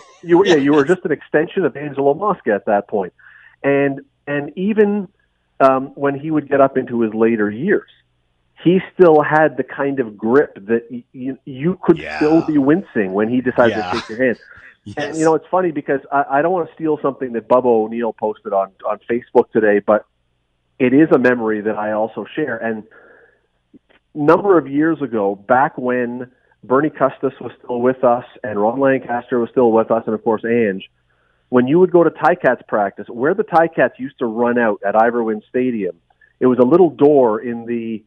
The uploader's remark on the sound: hops on the phone